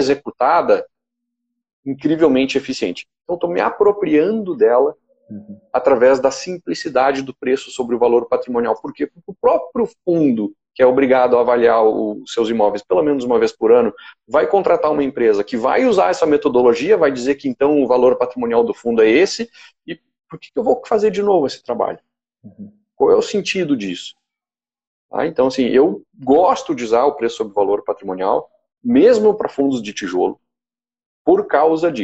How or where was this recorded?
video call